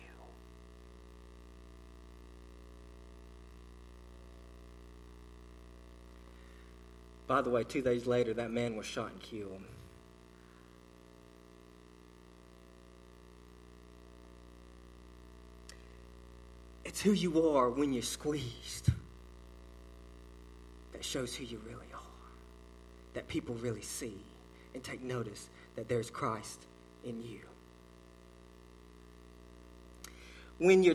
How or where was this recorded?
large echoing room